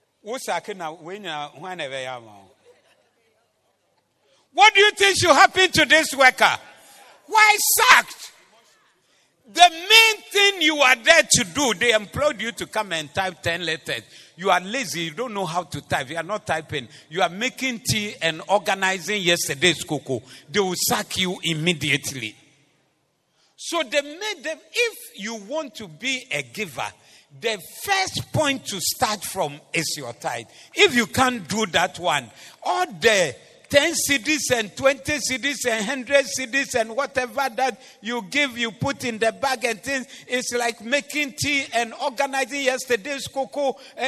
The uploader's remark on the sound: Preached at the Zeloo Service.